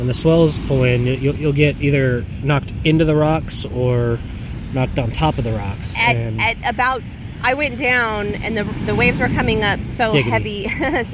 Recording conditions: outdoors